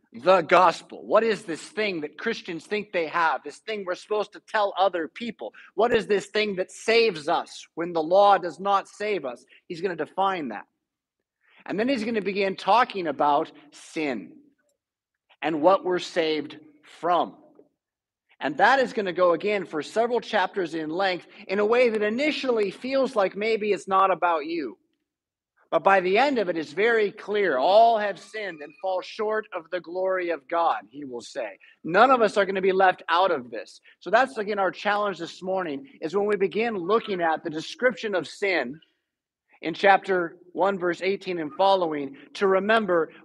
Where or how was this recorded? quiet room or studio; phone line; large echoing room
large echoing room